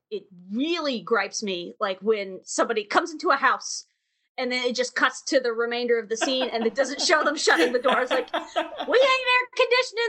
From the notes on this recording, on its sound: caution: widely variable audio quality in this one